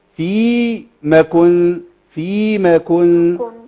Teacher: طيب بصي بقى حضرتك، ما تجيبيش الف بعد الميم